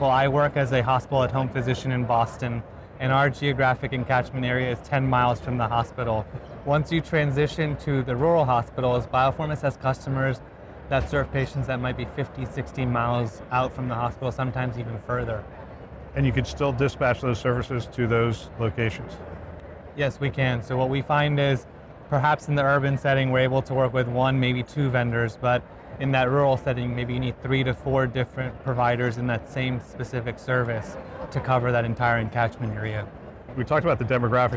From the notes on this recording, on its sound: An Interview in Action live from HIMSS 2023.